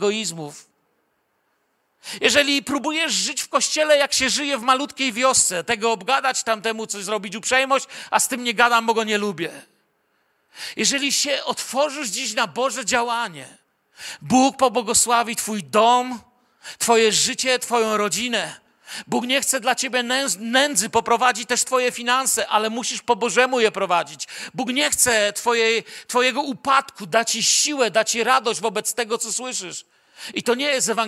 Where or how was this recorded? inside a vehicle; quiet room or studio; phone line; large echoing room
large echoing room